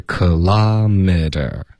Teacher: 结尾的这个 t 要加一个儿化音，然后 t 的音一般会浊化